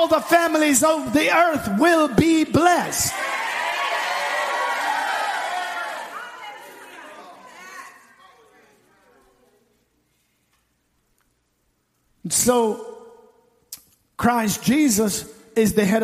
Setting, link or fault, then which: setting, large echoing room